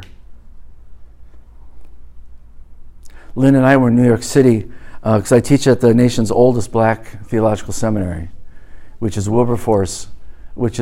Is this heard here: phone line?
no